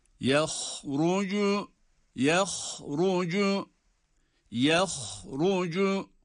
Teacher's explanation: يَخْرُجُ ha kalın, ra'da kalın.